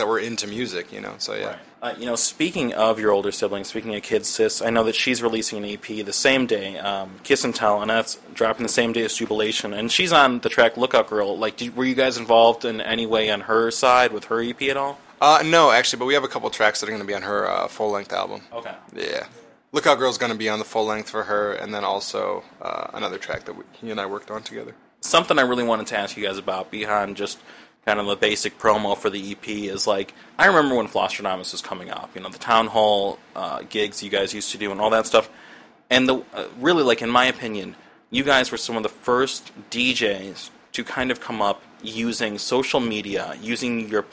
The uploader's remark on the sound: In an interview recorded onsite at the duo’s recent Lincoln Hall show.